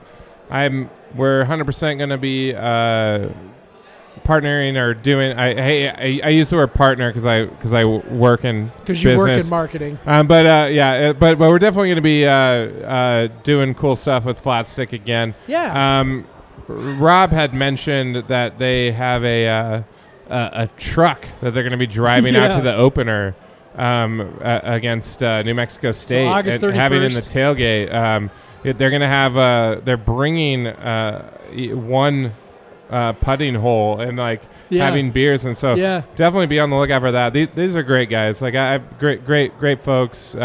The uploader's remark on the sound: Live from Flatstick Pub! Recording together from Coug-owned Flatstick Pub in Pioneer Square.